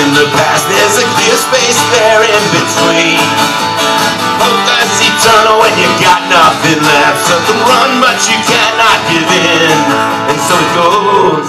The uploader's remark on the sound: live performance of new song at Palette Gallery Jan 16 2016 for Light of Day - Asbury Underground